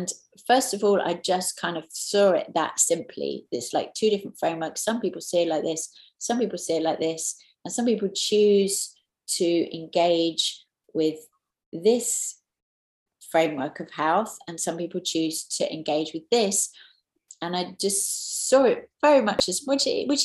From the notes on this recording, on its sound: taken from the New Year Online Retreat